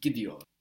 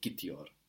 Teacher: it softens the T, and the T becomes a D · Shown in: first take · If you think about it, a D is just a soft T, really.